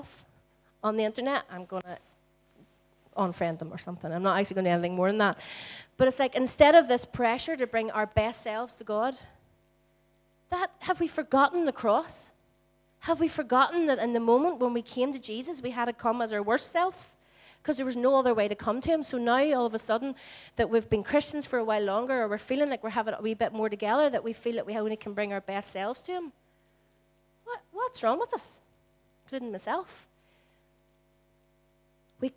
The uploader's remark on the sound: Recorded at our Storehouse Venue on 22/04/18.